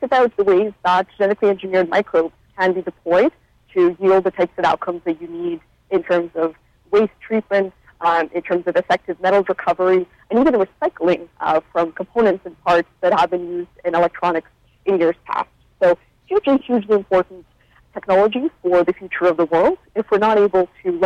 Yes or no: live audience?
no